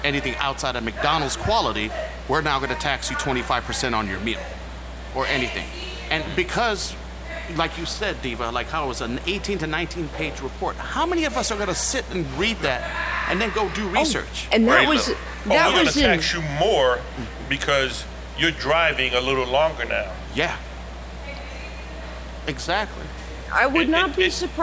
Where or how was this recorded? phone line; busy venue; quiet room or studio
busy venue